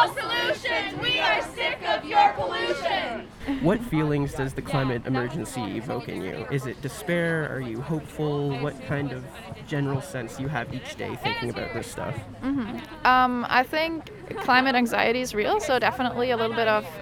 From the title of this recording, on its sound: On Site at the Climate Rally